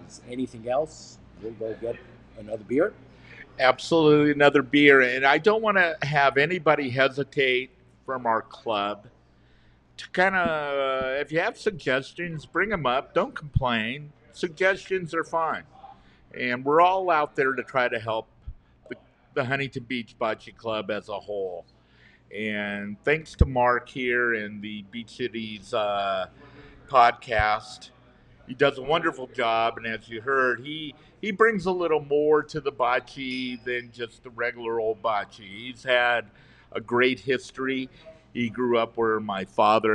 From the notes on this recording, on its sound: Special thanks to Brewing Reserve of California for allowing us to record in their brewery.